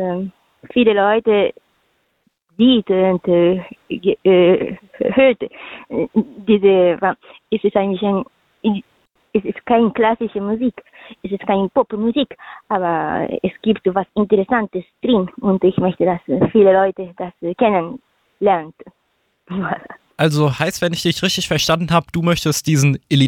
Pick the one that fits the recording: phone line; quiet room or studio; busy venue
phone line